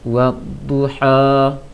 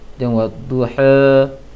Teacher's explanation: tidak dibaca A penuh seperti bahasa Indonesia yang agak membuka A, tapi dikurang sedikit, hanya saja tidak miring · Shown in: first take · Jangan E, tapi A, A, jangan A, jangan buka kali, tapi buka sedikit, mengarah ke A, A. · Term: fathah